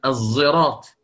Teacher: وأيضا وردت فيها القراءة بالإشمام، إشمام الحرف، إشمام الصاد زايا، فقرأت الزراط.